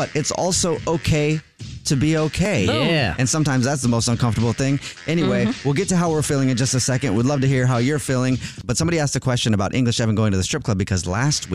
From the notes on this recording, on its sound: A Pass The Phone Prank